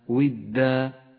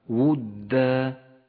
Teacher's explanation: والصواب أن الواو مضمومة وليست مكسورة · Shown in: second take